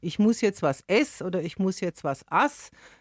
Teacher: Eine Eigenheit dieses Dialektes der Infinitiv, also die Grundform eines Verbs, wird nicht komplett ausgesprochen. Das ist so typisch für das Unterostfränkische, dass die Endung weggelassen wird. Also dass man zum Beispiel sagt, ich muss jetzt was ess oder ich muss jetzt was ass.